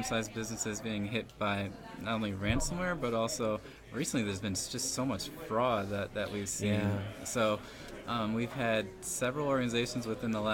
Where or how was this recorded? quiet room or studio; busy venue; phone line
busy venue